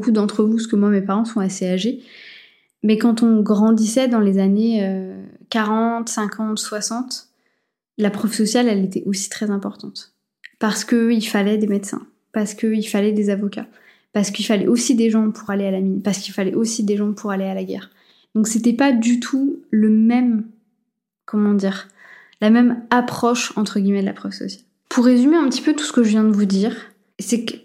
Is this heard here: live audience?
no